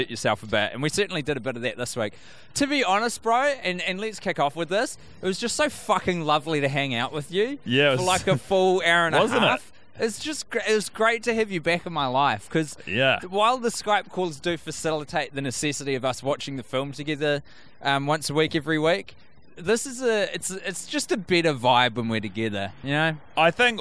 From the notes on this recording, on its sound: The boiz are together in the city of Melbourne, Australia watching WE ARE YOUR FRIENDS in a hotel room. Taking their microphones to the streets have left some audio quality lacking. The pair are being interrupted by fellow street walkers in the great city.